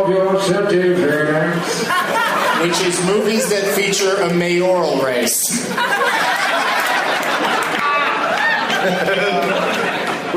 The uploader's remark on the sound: from two shows at Stand-Up Live in Phoenix, AZ